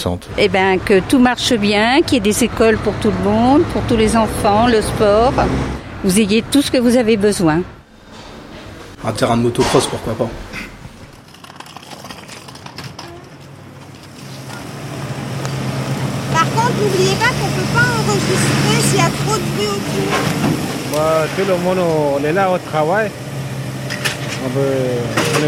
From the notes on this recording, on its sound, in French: Micro trottoir à Vitry. La deuxième séance nous sommes allés dans les rues de la ville, nos enregistreurs en main, entre nos deux centre de loisirs interroger les gens.